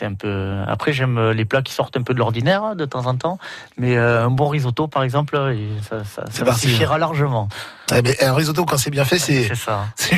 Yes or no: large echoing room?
no